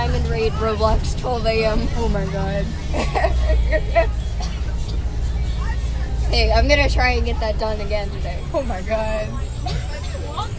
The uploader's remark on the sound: Recorded on a bus